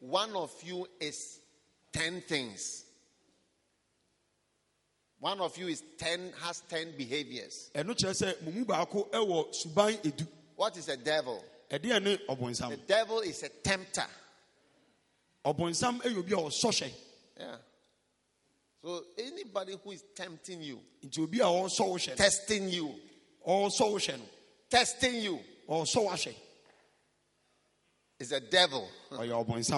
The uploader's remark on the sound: Preached at a Healing Jesus Campaign Pastors&#8217; conference in Drobo, Ghana. Preached at a Healing Jesus Campaign Pastors’ conference in Drobo, Ghana.